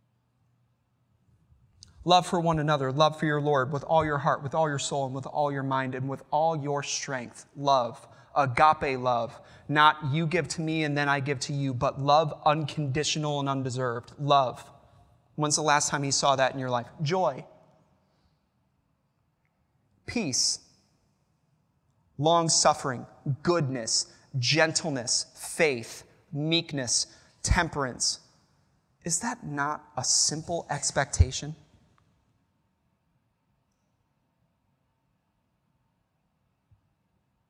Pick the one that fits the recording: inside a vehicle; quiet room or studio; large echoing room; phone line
large echoing room